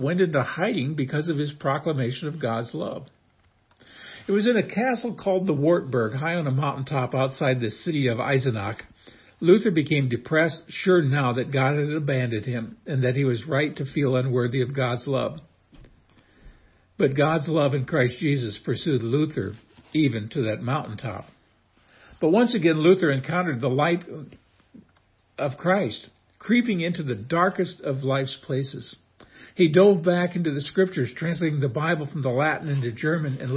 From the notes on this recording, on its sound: This is a short excerpt from the first Reformation Day message I preached 35 years ago at Immanuel Lutheran, Belvidere, IL.